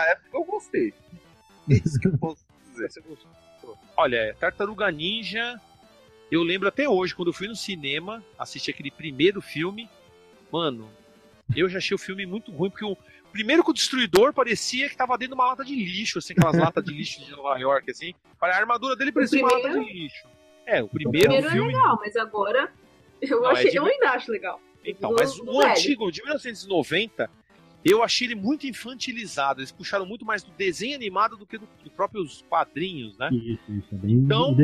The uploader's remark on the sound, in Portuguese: Gravação direto no HANGOUT.